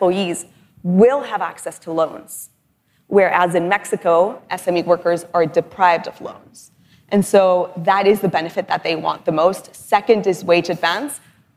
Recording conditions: live audience